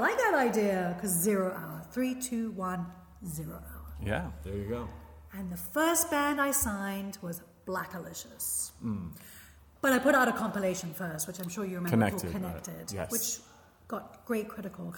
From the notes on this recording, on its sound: We recorded this conversation in an empty elementary school class room, which you can pick up in the overall ambience of the recording. I had to record the intro on my telephone, thus the poppin' P's!